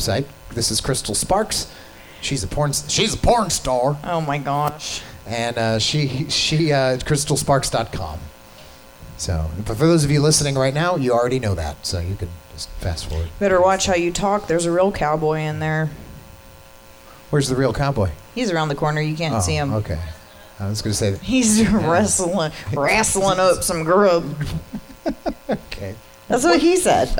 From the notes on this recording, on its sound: We take our show on the road and do our podcast live from Whispers Vegas Lifestyle parties.